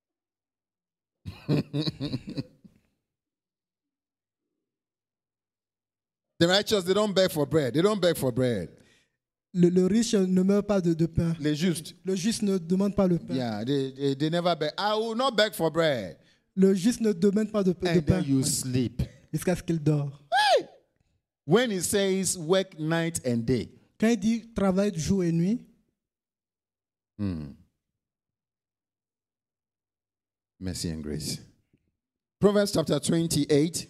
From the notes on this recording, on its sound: Preached during Joyful Hour Sunday Service